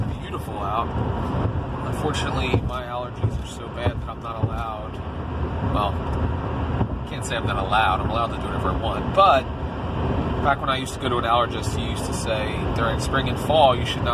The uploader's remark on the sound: I bring you along to the opening night of Sight & Sound Theatres' 2019 season